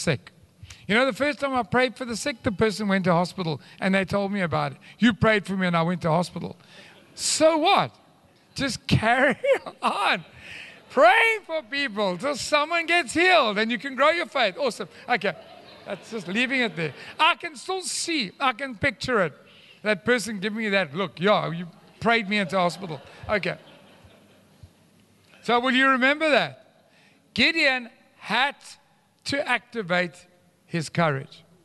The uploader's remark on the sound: Recorded live on Sunday the 9th October 2022